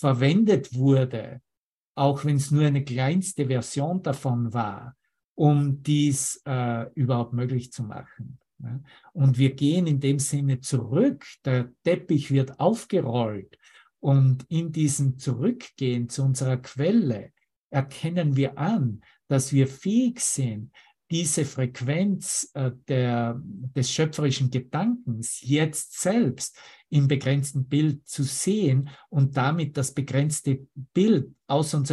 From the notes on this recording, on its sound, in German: Zoom-Session. Veranstaltet von der Aleph Akademie.